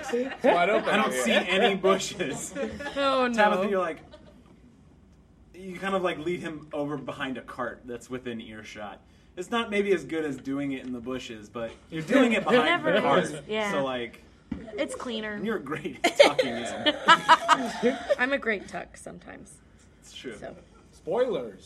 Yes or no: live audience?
yes